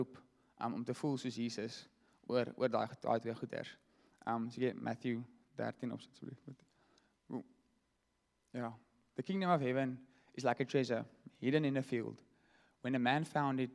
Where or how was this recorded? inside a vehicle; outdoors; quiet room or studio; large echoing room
large echoing room